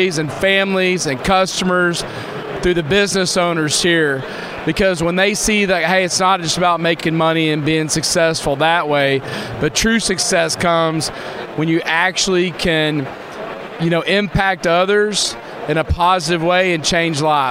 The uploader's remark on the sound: talks live from the Success Group Expo in Dallas